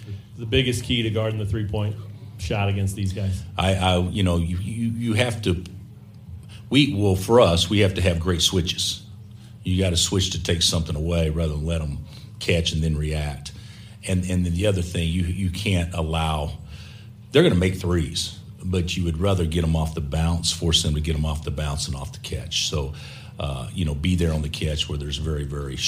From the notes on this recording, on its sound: press conference audio, all from Chicago, IL